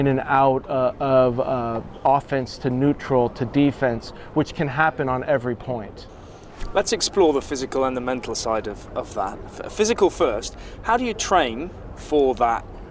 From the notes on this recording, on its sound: This interview was recorded during the 2022 Rolex Monte-Carlo Masters.